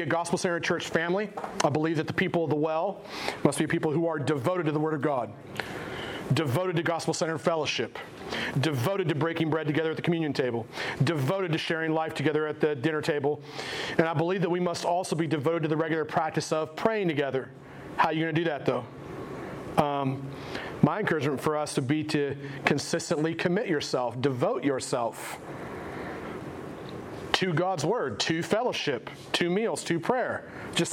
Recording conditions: large echoing room